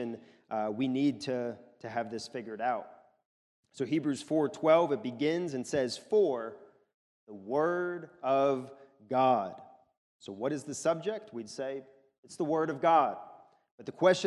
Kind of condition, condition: setting, large echoing room